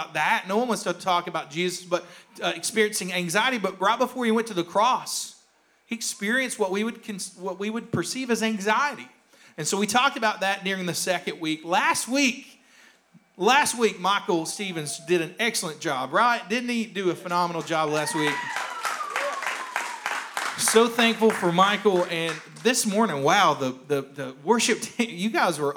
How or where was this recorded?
large echoing room